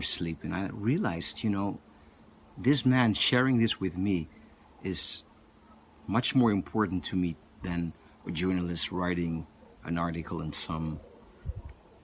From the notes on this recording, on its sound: The sound quality is not too good, this was recorded outdoors while touring in South Africa.